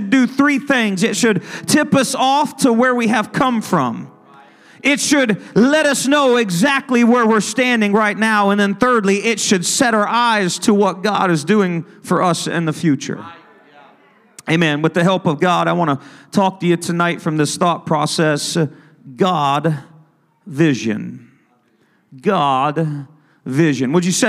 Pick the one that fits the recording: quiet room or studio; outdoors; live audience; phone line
live audience